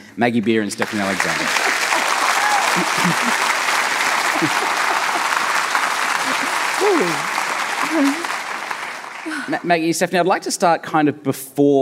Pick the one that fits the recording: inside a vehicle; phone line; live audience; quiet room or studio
live audience